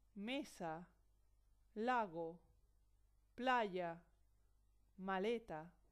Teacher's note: el acento tónico recae sobre la penúltima sílaba